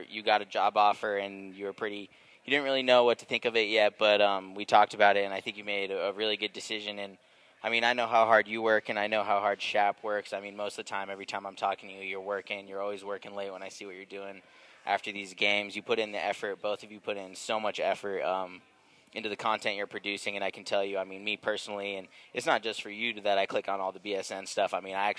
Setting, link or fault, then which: setting, busy venue